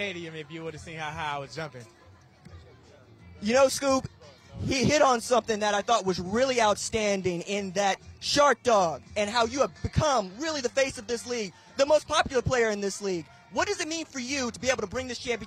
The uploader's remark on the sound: LIVE on the field in Canton, Ohio